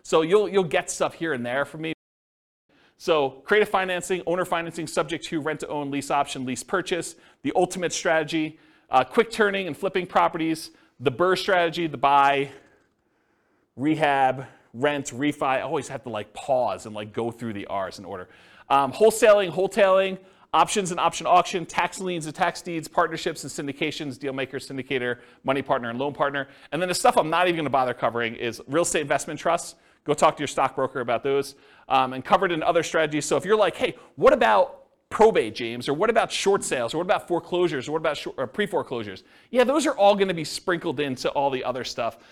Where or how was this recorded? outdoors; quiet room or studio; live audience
live audience